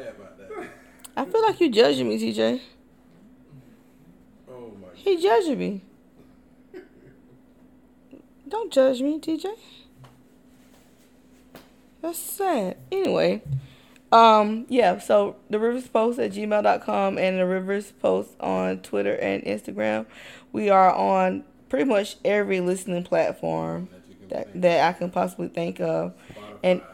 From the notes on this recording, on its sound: in the mist of our technical difficulties